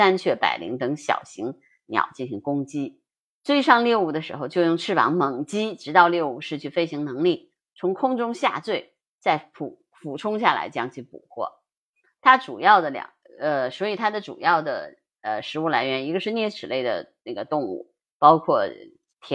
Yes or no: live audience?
no